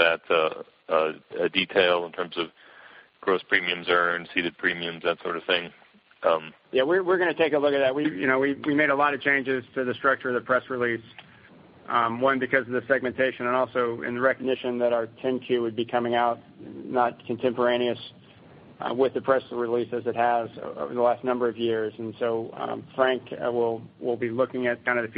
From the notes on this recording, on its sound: ProAssurance Earnings Conference Call, Second Quarter, 2014